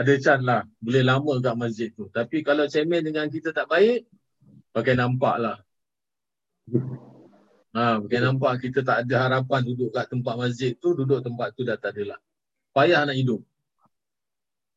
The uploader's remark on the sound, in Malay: Rakaman zoom pada setiap Jumaat 8 mlm (waktu Singapura)